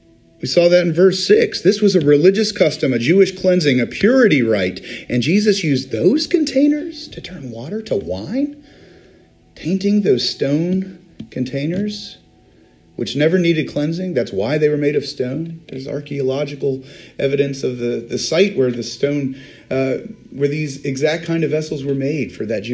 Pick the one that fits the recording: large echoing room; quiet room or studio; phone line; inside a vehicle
large echoing room